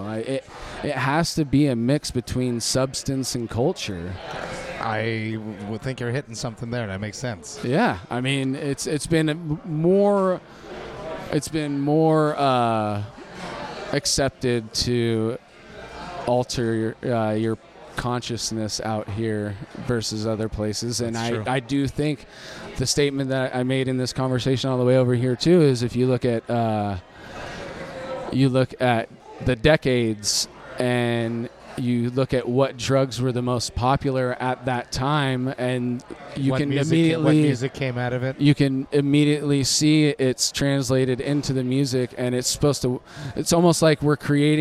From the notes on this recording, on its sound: Recorded at The Monk's Cellar in Roseville, CA.